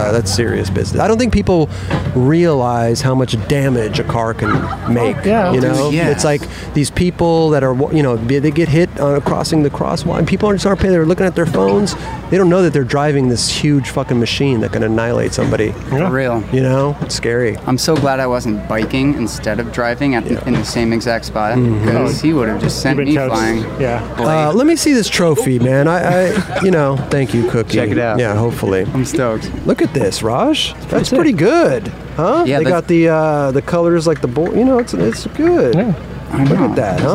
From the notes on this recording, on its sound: "Dew Tour" Long Beach. Join us as we were live on location at Dew Tour.